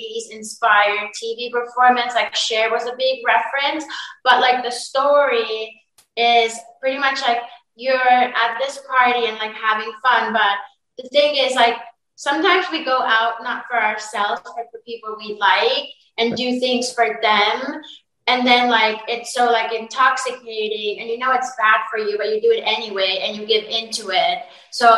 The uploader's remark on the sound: full zoom interview